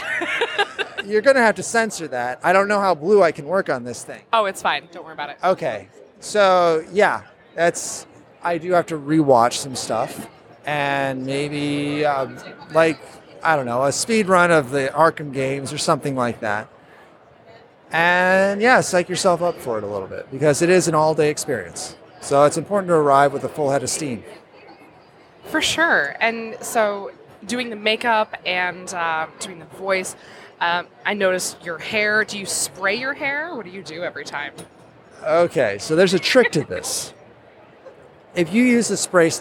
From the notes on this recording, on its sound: Live from C2E2